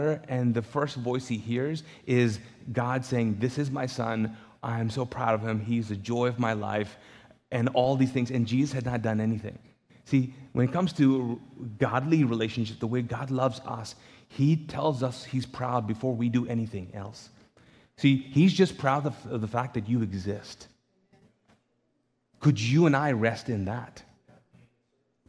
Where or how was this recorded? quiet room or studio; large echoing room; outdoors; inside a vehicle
large echoing room